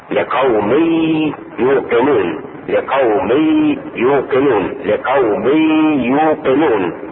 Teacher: قلنا في الدرس الماضي في خطاب الحروف ان الغنة تخرج من الخشوم، ان الغنة تخرج من الخشوم، ونحو قوله تعالى ومن احسن من الله حكما لقوم يوقنون. ادغم التنوين في الياء · Term: إدغام مع الغنة